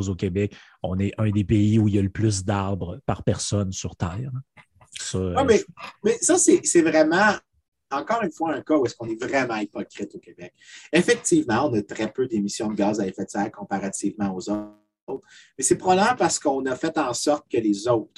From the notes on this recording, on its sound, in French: On s'excuse pour la qualité du son, les enregistrements zoom, c'est ce que ça donne parfois